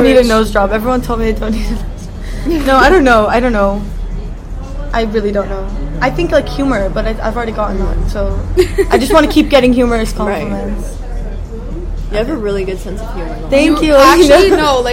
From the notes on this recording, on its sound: Live at "love you latte".